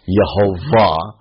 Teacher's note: If you tried to read it the way, or speak it the way that it's written, you would pronounce it Yehovah. And the W sound of ancient Hebrew in modern Hebrew is a V sound, so you get Yehovah.